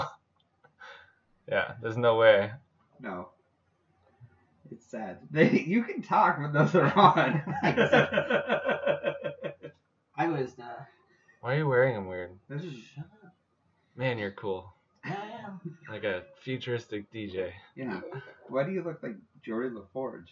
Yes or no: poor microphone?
yes